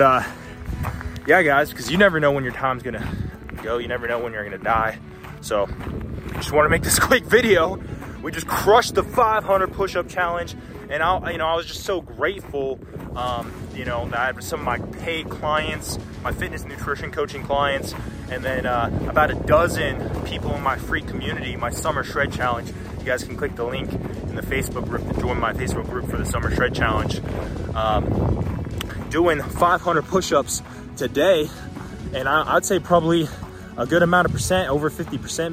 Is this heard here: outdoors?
yes